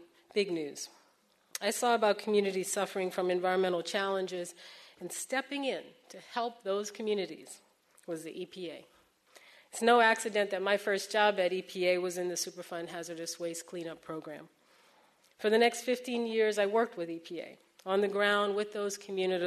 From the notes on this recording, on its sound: This program was recorded in front of a live audience in San Francisco as part of Climate One at The Commonwealth Club